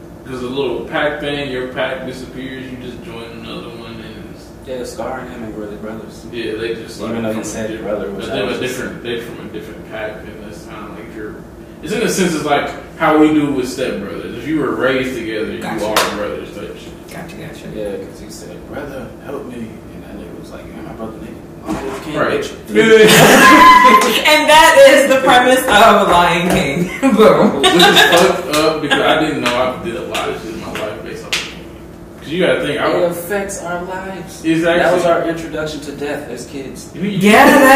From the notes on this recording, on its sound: Sorry about the audio